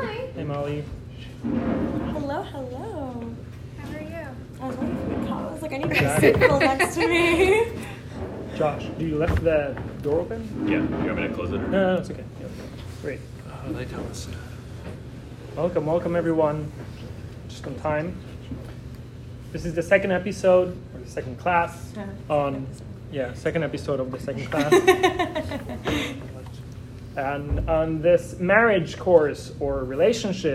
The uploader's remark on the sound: This episode is a recording of Lesson 2 of the Wednesday Night Torah class at YJP